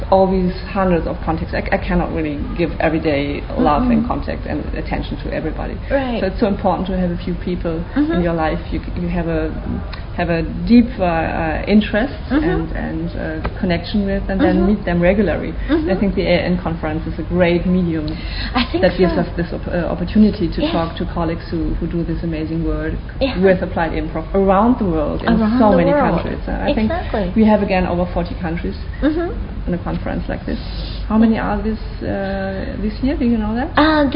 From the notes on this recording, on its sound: Live von der AIN Conference 2018 in Paris. Recorded live at the 2018 AIN Conference in Paris.